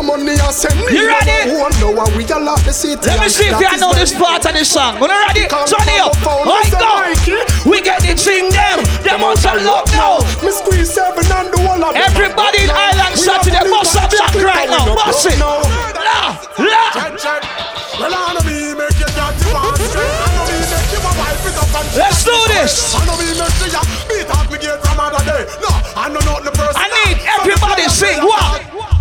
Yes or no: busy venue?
yes